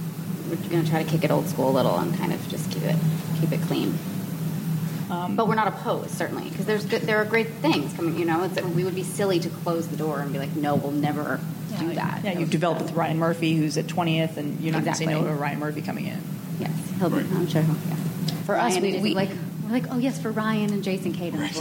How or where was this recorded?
busy venue